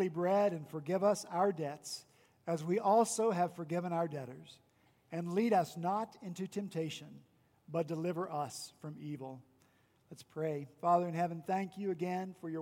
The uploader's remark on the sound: on Sunday, June 2 at Redeemer Presbyterian Church in Charleston, SC